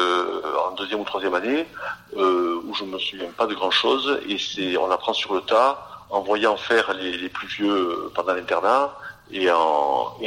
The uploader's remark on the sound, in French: au cours d’une conversation téléphonique que nous avons enregistrée pour vous